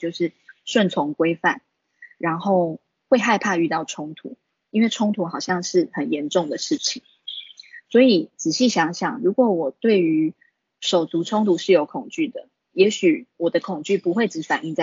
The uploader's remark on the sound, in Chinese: 此為線上課程錄音檔！講座錄音。